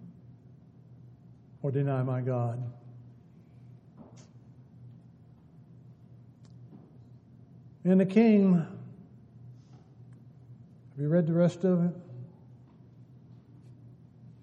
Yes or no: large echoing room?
yes